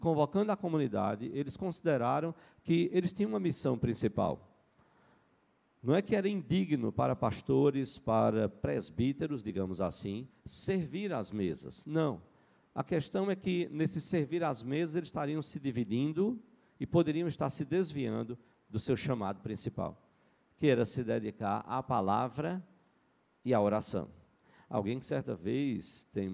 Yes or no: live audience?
yes